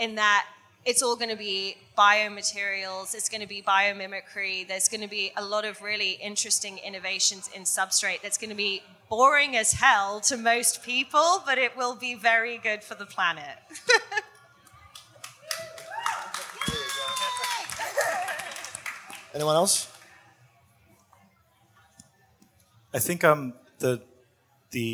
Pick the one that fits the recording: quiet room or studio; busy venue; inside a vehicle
busy venue